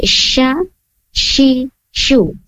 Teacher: Tengah lidah terangkat ke langit-langit atas. · Term: huruf shin